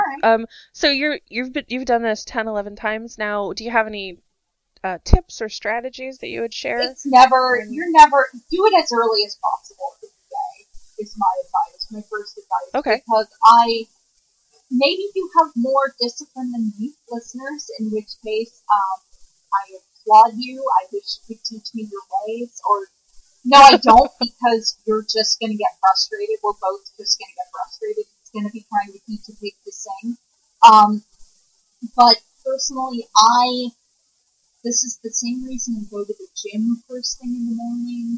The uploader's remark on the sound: We had a few technical difficulties this week so please forgive the audio quality.